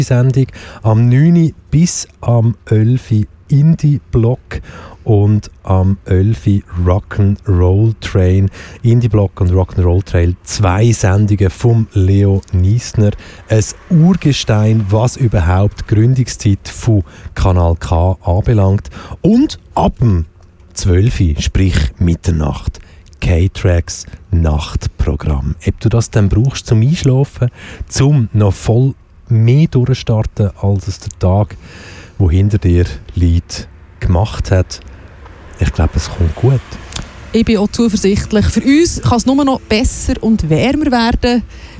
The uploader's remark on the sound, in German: Wir sprechen live vor der Torfeld Süd-Brache. Wir wollten die Stimmung live einfangen und haben unseren Sendebus auf der Einfahrt zur Brache parkiert.